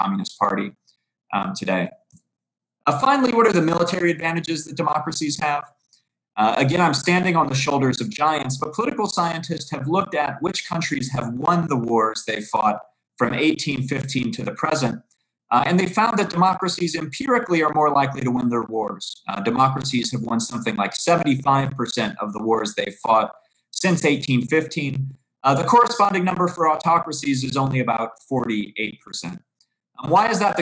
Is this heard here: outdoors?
no